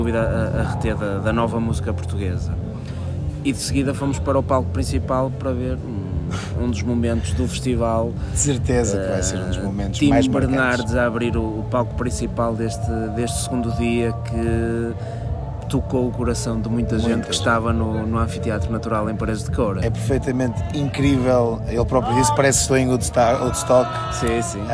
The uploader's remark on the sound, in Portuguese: O Disco Ou Nada está pelas margens da praia fluvial do Taboão, na edição dos 30 anos do festival Vodafone Paredes de Coura!